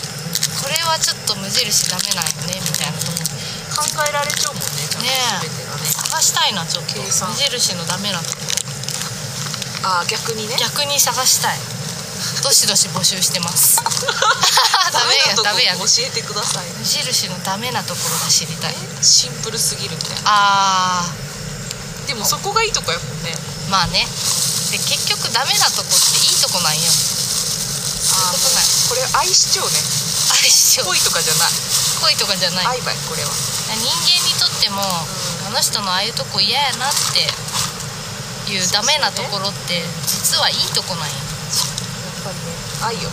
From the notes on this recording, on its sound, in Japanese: 若杉山。山での収録と下山後のアフタートークを合わせて作っています。